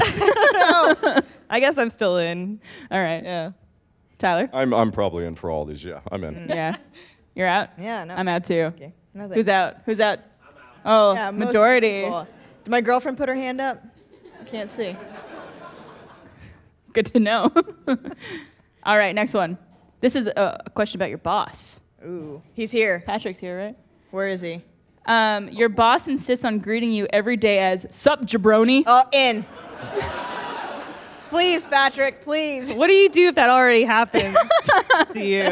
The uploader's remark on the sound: A special episode recorded in front of a studio audience!